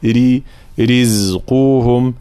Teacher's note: مع طبعا ترقيق وبيان حركة الكسر في الراء